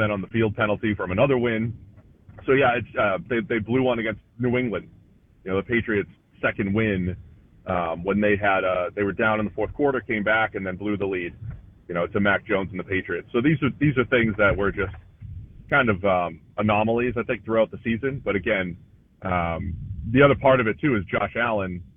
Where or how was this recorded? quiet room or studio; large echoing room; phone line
phone line